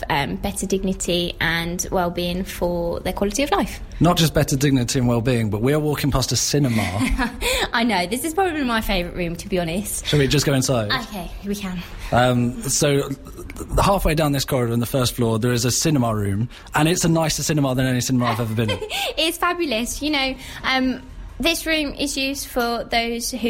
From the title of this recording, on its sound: at the opening of Lakeview Lodge Care Home